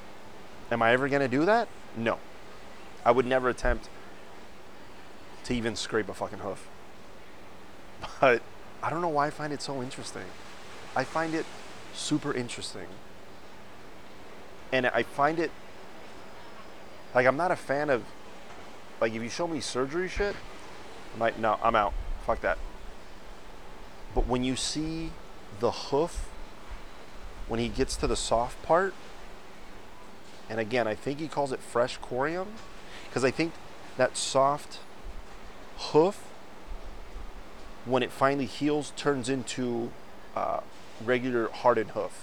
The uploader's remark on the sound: Live from KONA!!! I found a nice little spot to shoot the show. Forgive the wind it got bad a few times but that view.